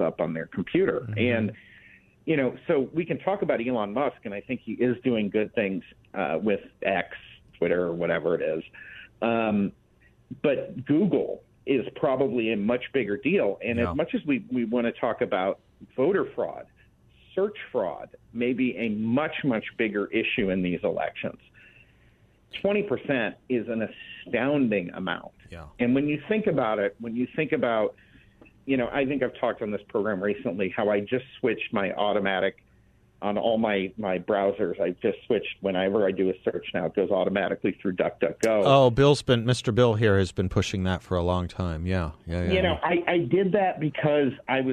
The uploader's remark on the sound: by phone for the full hour